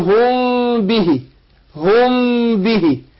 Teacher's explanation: عند الباء، زي ما قول هم به هم به، يبقى اخفيت الميم عند الباء · Term: اخفاء شفوي